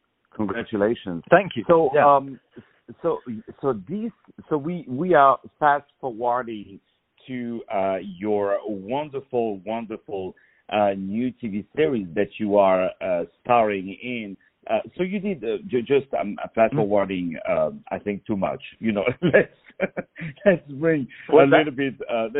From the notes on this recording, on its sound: On the phone